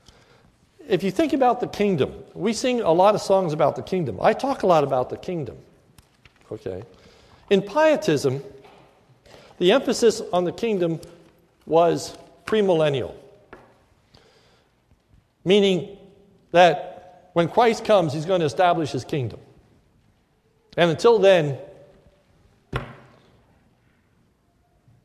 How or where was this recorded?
large echoing room